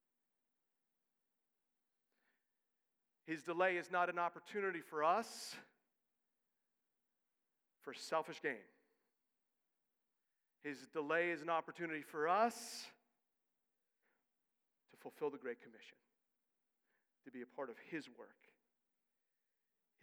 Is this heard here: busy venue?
no